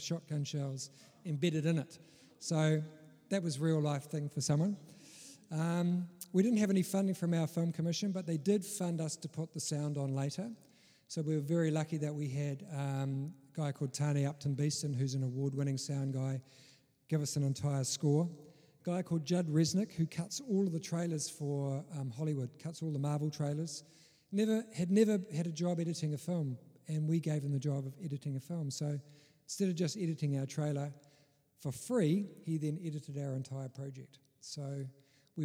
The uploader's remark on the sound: Special Presentation IMFF in San Diego. Episode 145 is a bit of a first bringing you a part of our in-person film festival.